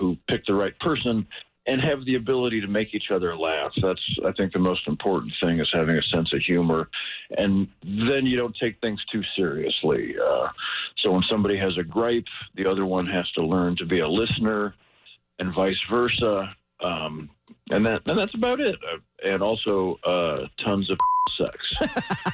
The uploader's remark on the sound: called